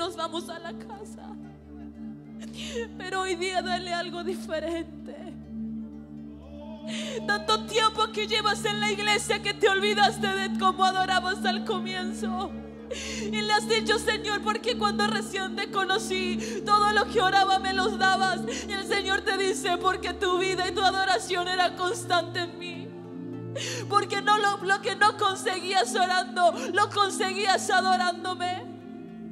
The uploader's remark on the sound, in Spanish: Musica Grabada en Vivo de Casa de Alabanza - Reuniones Generales.